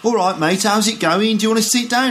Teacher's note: in Birmingham, people sort of go up and down at the end of their sentences